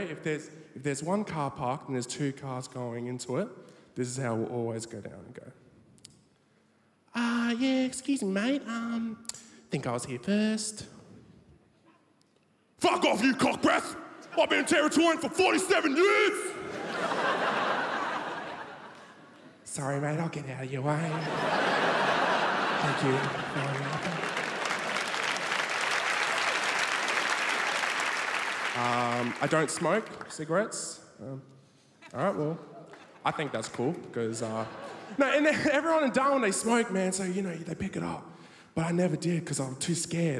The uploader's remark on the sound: 2016 RAW Comedy National Grand Final. Recorded at the Melbourne International Comedy Festival for SBS 2.